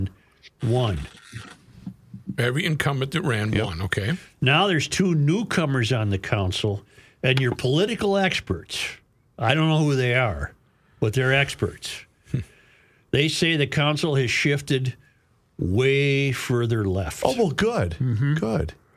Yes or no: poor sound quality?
no